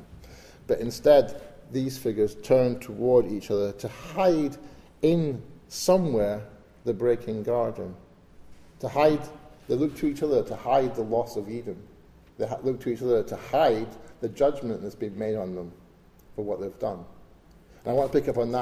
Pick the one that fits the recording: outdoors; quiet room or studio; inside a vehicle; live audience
live audience